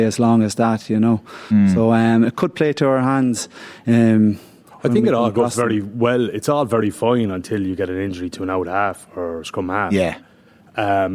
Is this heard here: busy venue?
yes